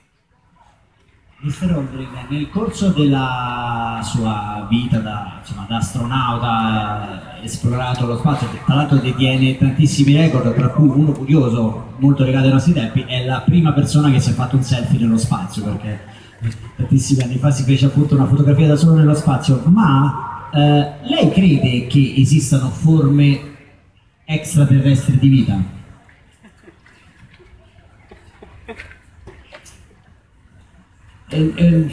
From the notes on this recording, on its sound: conference at Wired Next Fest 2017